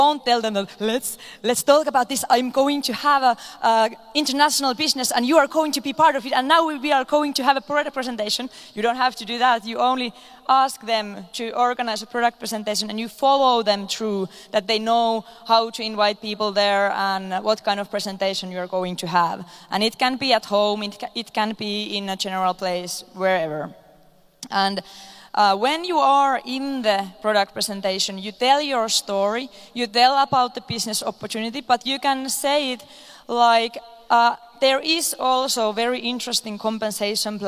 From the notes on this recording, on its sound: This video is from the Maze panel at Success Summit 2019